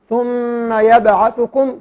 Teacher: الباء الساكنة من حروف القلقلة، لذلك نركز على القلقلة. ثم يبعثكم فيه ميم ساكنة أتى بعدها فاء، هنا إظهار شفوي.